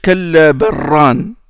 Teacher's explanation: je vais faire l'idgham, l'élision entre le lam et le ra, et je vais dire kalla barran